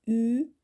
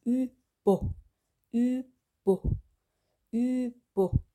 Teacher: Bei Ü ist die Zunge erst vorne, ihr zieht sie nach vorne, Ü, und dann O, da zieht ihr die Zunge nach hinten